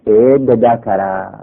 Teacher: زال و دال قریب المخرج، زال را قلب به دال میکنن میشه اد دکره، دال را در زال ادغام میکنن میشه اد دکره.